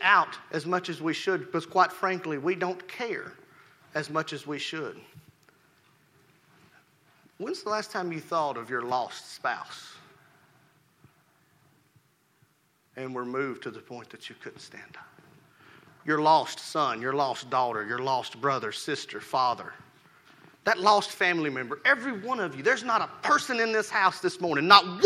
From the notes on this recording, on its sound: Rocky Valley Baptist Church morning service